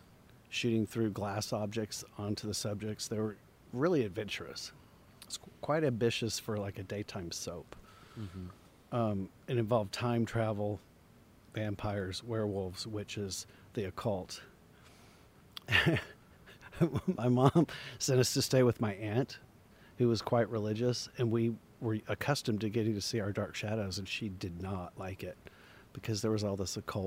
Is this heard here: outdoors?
yes